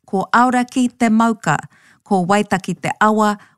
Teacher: Maunga is also a word that stands out as a difference in the traditional dialect of Ngaitahu or Kaitahu in the South Island, where rather than a ng sound or NG sound, it can be heard and written with a K instead